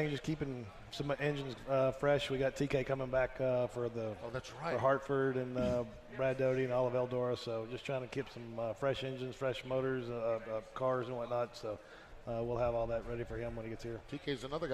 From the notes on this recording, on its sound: Live from the AGCO Jackson Nationals.